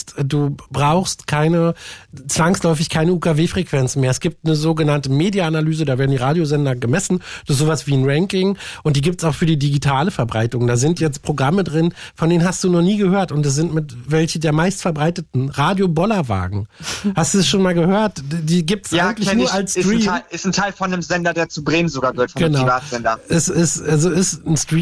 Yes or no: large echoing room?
no